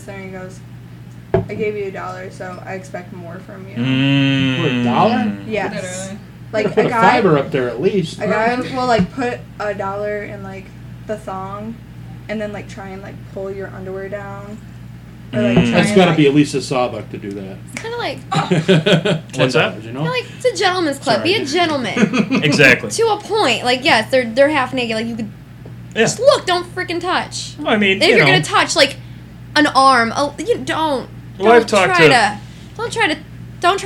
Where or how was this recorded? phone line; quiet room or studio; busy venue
busy venue